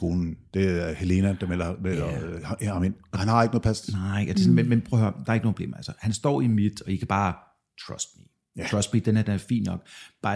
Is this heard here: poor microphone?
no